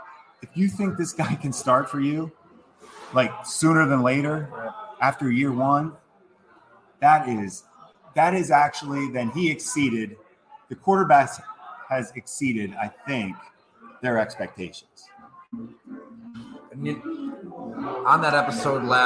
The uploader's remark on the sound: We come at you live from Fattey Beer in the village of Hamburg, NY, with some jazz music in the background.